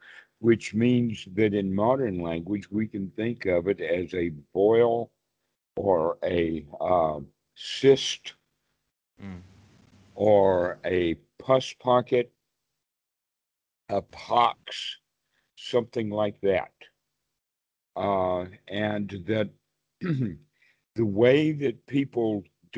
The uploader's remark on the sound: skype calls on this channel